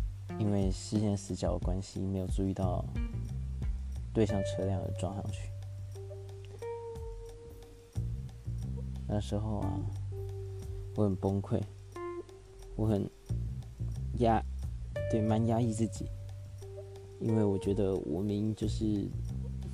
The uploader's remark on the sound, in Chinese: 錄音設備尚未完善，只能使用earbuds 來做錄製，音質表現還請見諒。